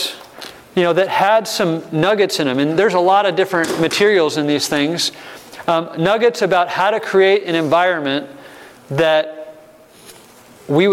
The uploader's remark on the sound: breakout session in the church revitalization track at the 2023 Propel Conference